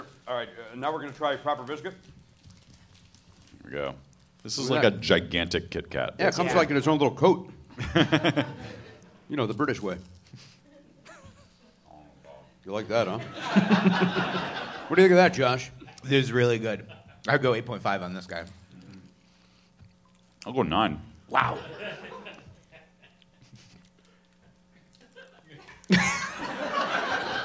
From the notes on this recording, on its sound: Recorded at the Gateway Theatre in San Francisco on January 11, 2020 as part of SF Sketchfest.